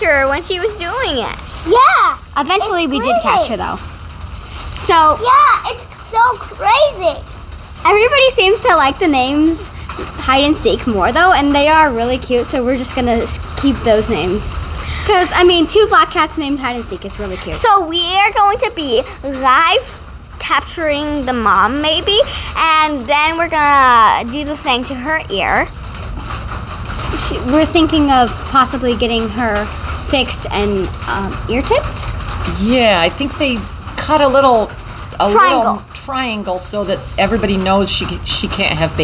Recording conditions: background noise